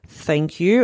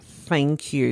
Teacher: instead of saying a TH, they're putting an F sound in there · Shown in: second take